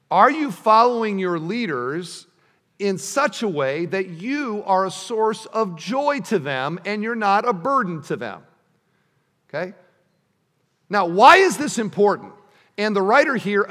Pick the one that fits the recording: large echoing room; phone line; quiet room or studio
large echoing room